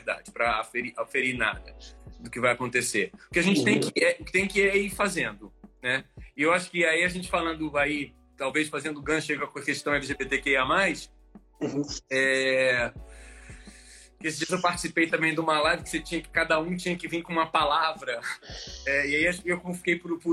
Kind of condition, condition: link, video call